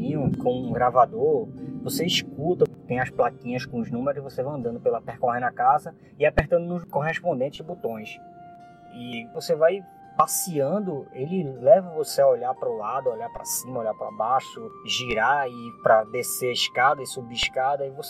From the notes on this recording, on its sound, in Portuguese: Apesar das falhas na gravação